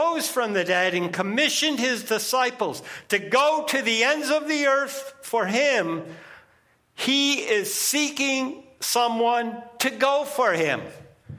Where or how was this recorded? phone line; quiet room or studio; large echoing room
large echoing room